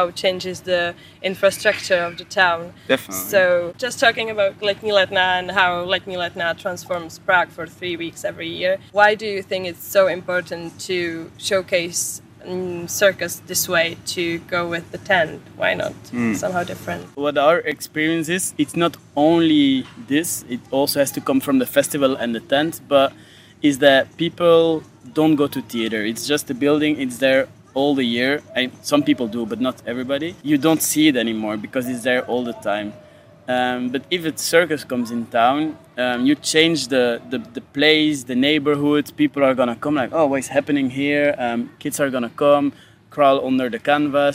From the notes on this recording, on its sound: I talked with both brothers after their Czech premiere at Letní letná just in front of their small tent in the heart of festival.